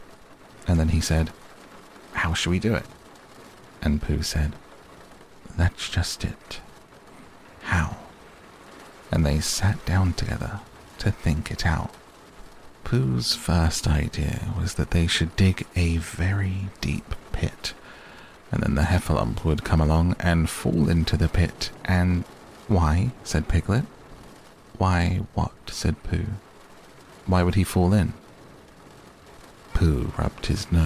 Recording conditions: sounds in the background